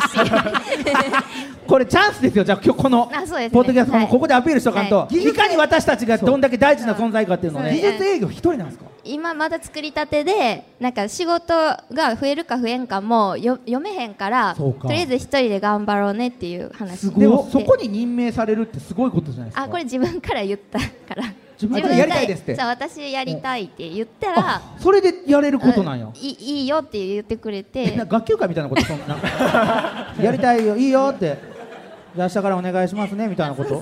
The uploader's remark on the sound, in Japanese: 京セラ本社に来ちゃいましたスペシャル。京セラで出張公開収録やりました！